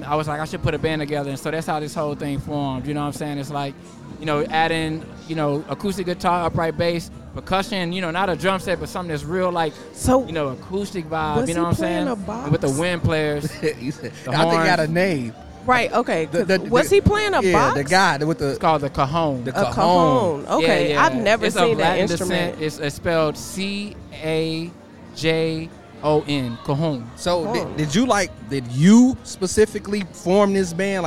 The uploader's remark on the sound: Live Interview At Chop Shop Chicago